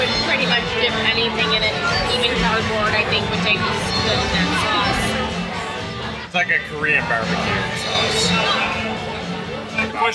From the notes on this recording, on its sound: While we recorded during the party.